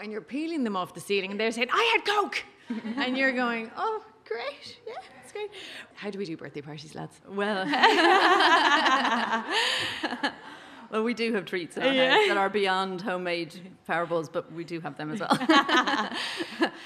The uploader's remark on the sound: Recorded in front of a live audience in The Little Museum of Dublin with a fantastic panel of working mums.